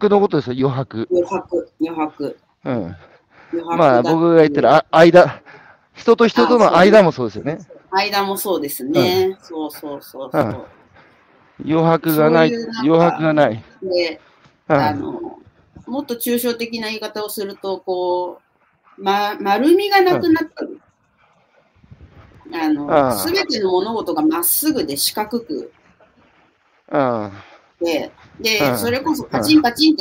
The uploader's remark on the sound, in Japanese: 歩きながら1時間、対談する